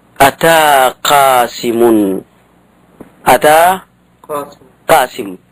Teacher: هذه القاف مع سبب الإمالة الكسرة في قاسم وقبل قاسم ألف، فلا يجوز أن تميل فتقول أن تميل ألف أتى فتقول أتي قاسم